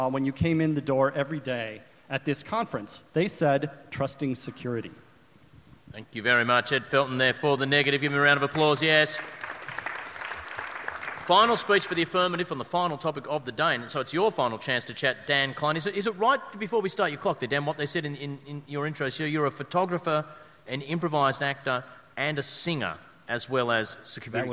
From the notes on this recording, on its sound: A recording of the AusCERT speed debate. There was a hell of a panel like always.